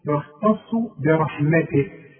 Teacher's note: التاء مرققة جدا، الخاء مفخمة